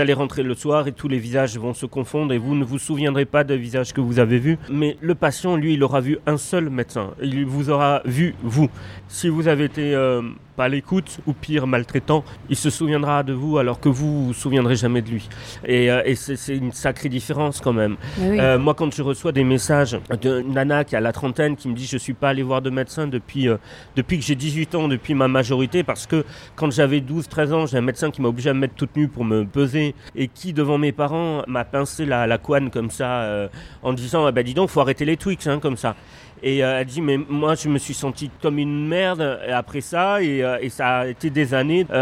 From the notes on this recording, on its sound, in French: Dans un café en face de France Inter, où il allait faire une chronique. Notre conversation est un peu parasitée par les bruits de la rue puis par les bruits du café.